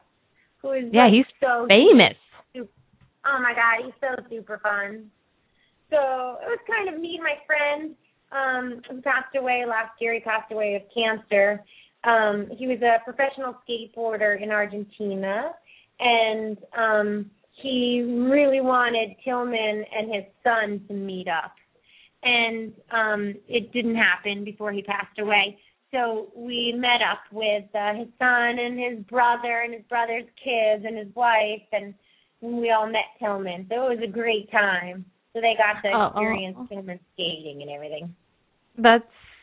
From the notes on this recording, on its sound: open up the lines for listeners to call